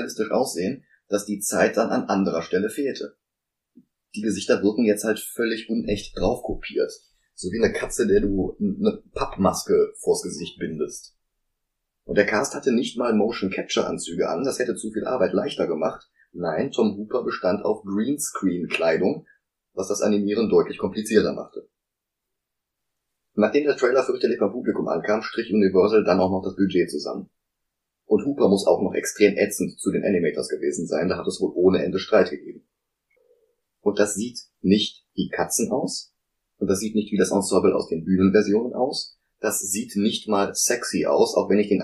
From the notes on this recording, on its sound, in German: Die Soundqualität ist kein Aprilscherz, sondern ein Unfall. Mehr konnte ich aus der Aufnahme leider nicht herausholen.